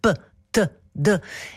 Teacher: questi fonemi che poi ho capito che si chiamavano occlusivi, no? Perché non sono come l che puoi cantarli a lungo, sono quei fonemi che scoppiano